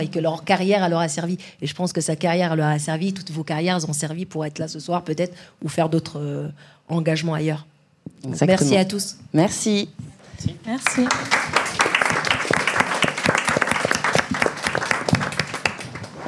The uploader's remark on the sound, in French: L'enregistrement d'un talk organisé le 05/10/23 par mūsae et l'association Nightline.